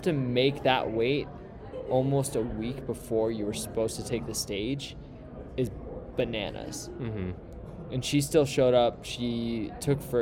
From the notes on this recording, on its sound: Live from AO Finals.